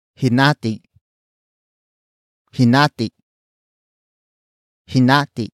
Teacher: Hinati is spelled as H-I-N-A-T-I. Note the glottal stop at the end.